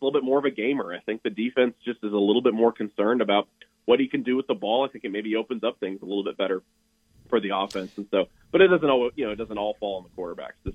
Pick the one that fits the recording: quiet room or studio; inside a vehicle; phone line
phone line